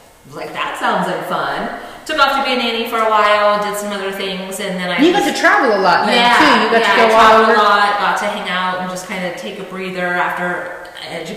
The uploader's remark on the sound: Low quality audio